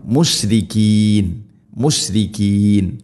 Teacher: മുഷ് ഷീനിനെ പരത്തി ഉച്ചരിക്കണം